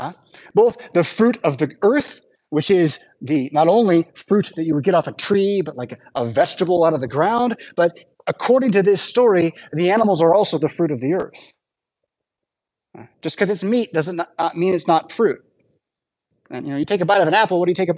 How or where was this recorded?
large echoing room